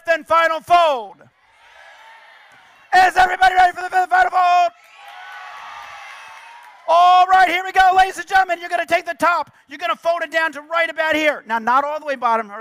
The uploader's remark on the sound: 2012 National Book Festival.